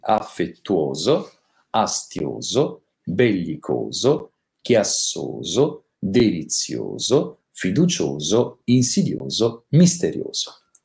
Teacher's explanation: Abbiamo la O chiusa anche negli aggettivi in oso